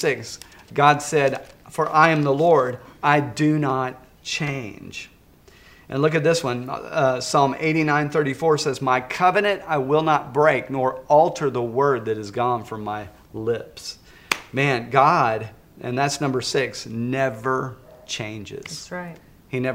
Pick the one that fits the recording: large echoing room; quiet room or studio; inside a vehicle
large echoing room